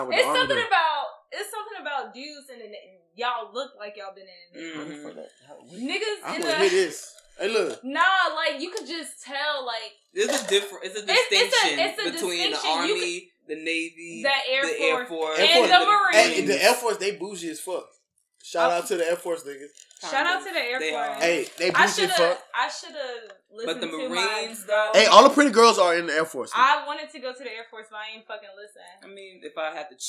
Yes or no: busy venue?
no